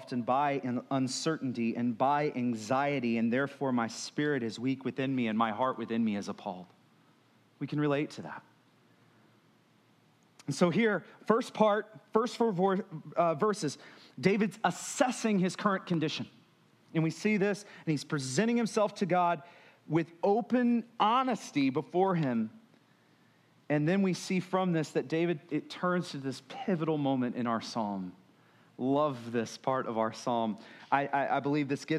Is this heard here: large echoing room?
yes